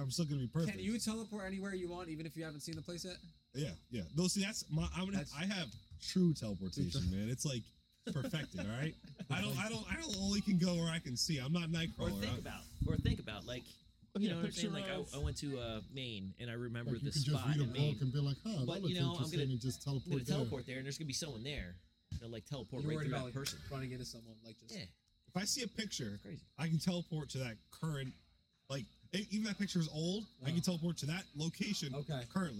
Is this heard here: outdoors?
yes